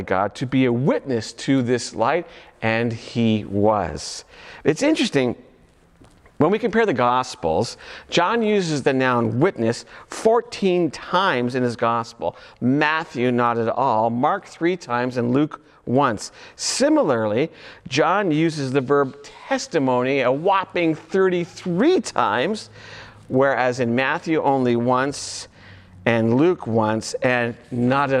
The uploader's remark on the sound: audio only recording of our service